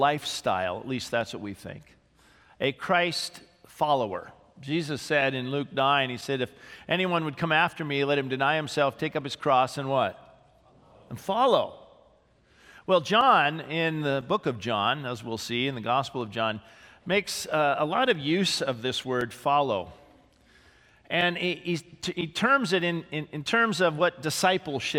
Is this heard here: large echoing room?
yes